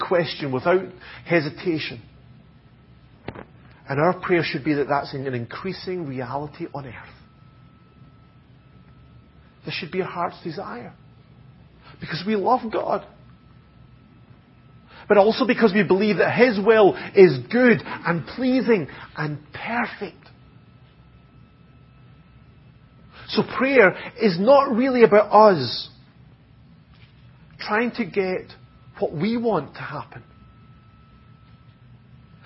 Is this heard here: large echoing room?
yes